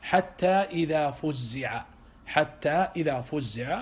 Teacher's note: وقرأ الباقون بصيغة المجهول بضم الفاء وكسر الزاي